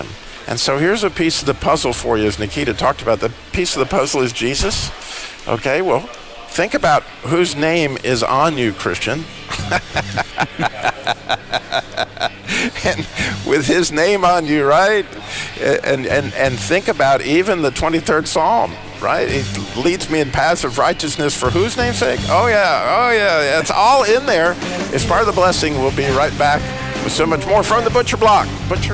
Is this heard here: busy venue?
yes